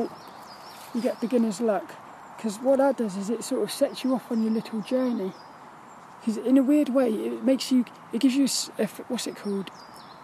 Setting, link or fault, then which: setting, outdoors